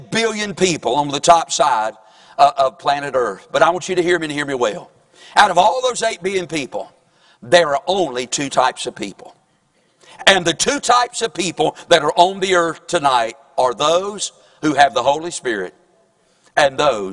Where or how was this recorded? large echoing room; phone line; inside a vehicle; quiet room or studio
large echoing room